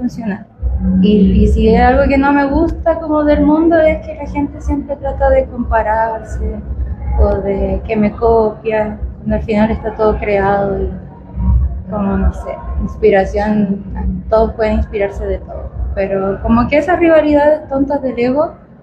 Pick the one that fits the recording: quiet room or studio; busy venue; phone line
busy venue